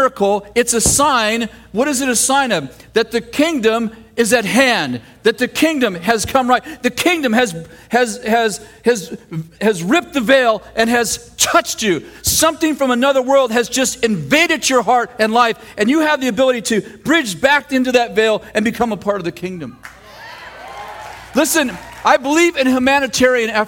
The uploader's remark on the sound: throwback message from September 24th, 2008 at Bethel Church in Redding CA